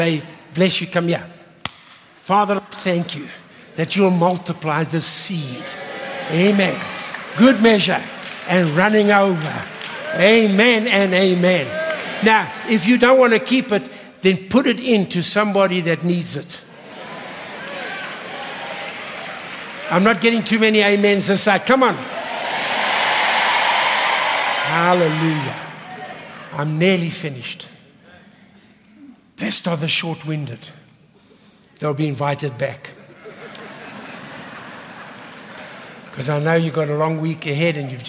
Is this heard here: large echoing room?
yes